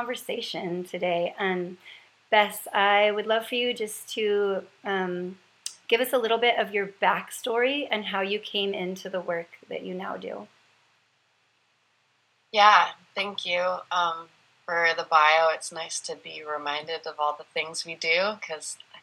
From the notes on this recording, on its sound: I sit down for a Zoom convo.